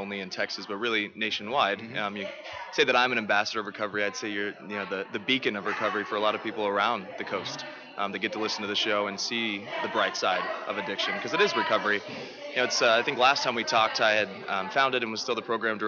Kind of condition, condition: setting, busy venue